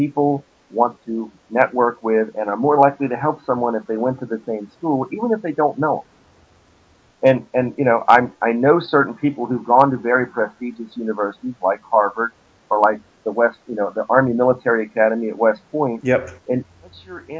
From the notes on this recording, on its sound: The sound quality is a bit ropey on this one